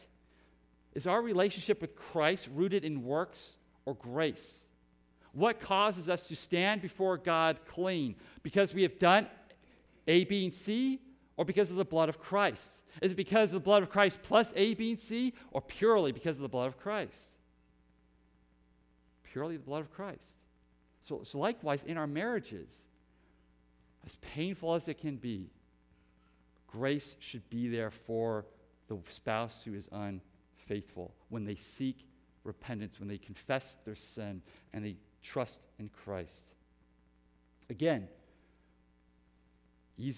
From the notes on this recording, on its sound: Preached at Hope Community Church, West Salem, WI